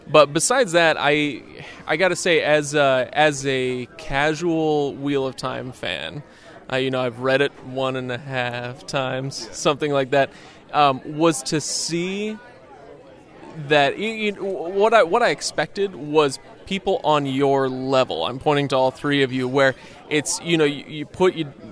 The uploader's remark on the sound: Live at JordanCon 2019